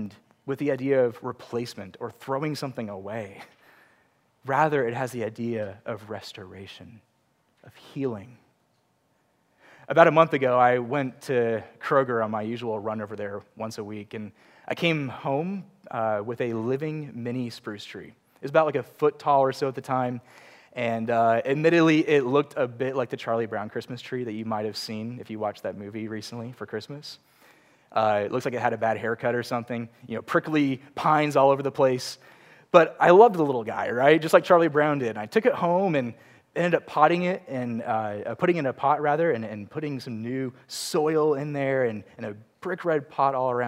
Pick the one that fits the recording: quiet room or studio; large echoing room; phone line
large echoing room